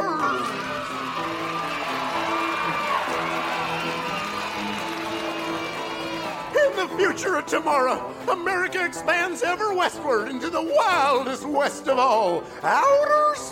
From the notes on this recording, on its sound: Recorded Live 10/3/2010 at Largo, Los Angeles.